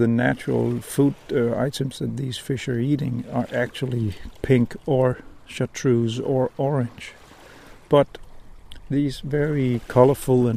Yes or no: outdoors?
yes